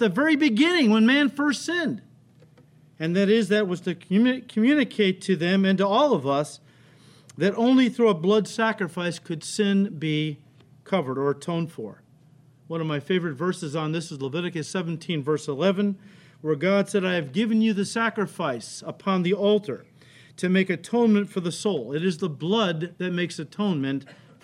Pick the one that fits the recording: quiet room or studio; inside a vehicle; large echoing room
large echoing room